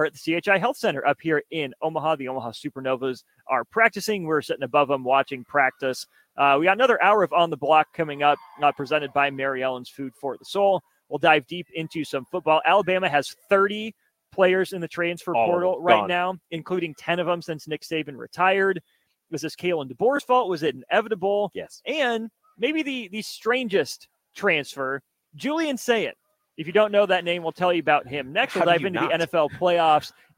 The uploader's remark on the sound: LIVE from CHI Health Center